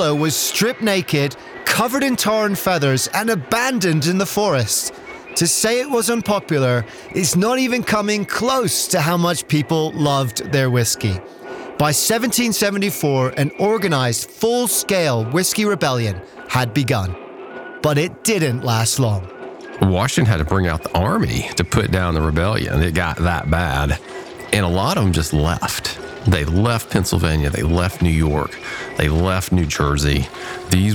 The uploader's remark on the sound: On Location on the Tennessee Whiskey Trail